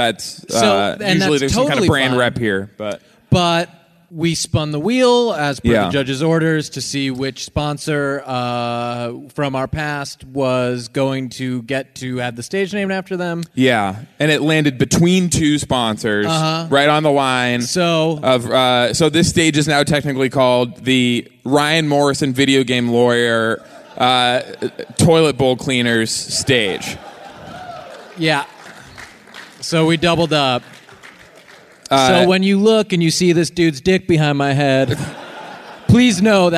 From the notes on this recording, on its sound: Now Hear This Festival in Anaheim. Talk to everyday people from the crowd.